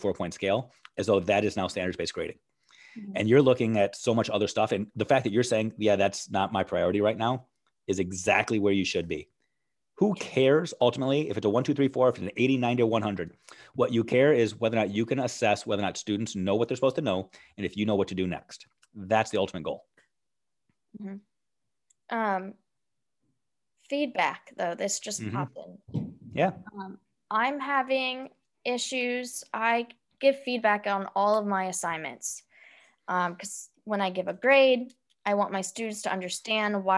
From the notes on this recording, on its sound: Originally recorded via a Zoom video call.